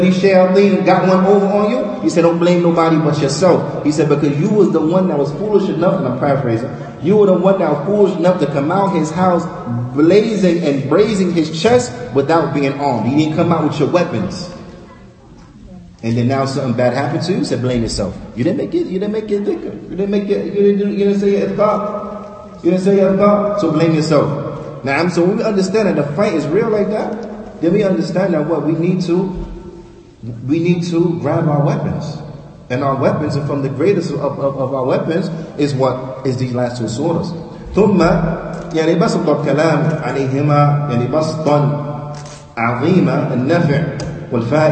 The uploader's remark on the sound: Lecture given at Masjid Nur Allah, Queens, NY